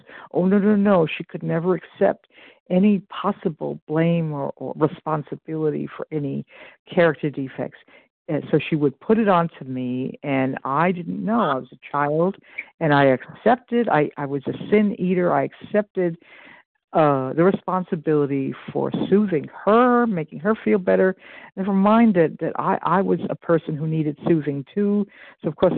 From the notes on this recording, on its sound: 100 Pounders Phone Meeting